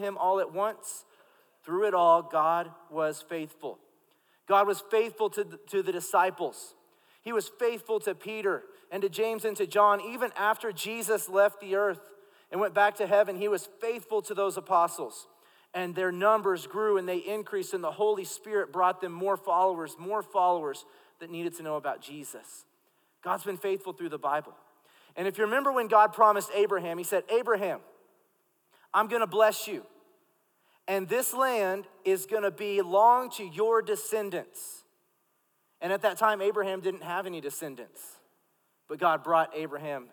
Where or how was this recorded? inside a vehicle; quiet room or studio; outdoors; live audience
live audience